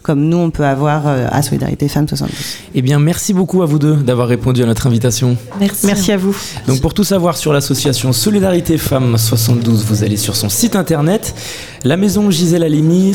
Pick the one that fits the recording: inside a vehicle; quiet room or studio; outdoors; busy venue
busy venue